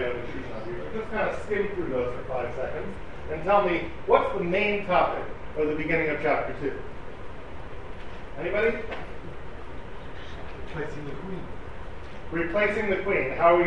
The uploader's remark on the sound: Delivered at the Seforim Sale at YU.